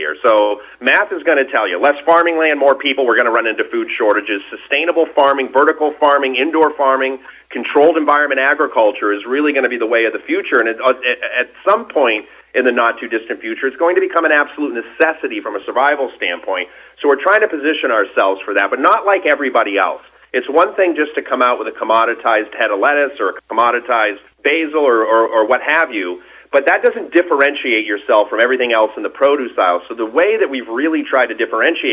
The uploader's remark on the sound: called in to SmallCapVoice